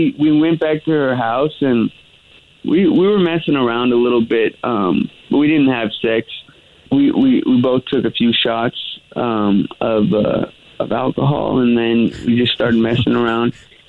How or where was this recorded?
phone line